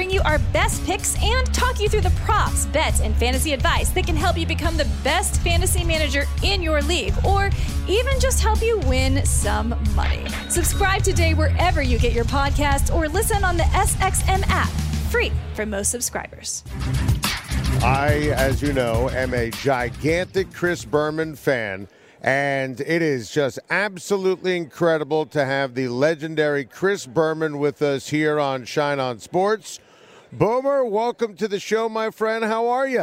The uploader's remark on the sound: live on Radio Row from Los Angeles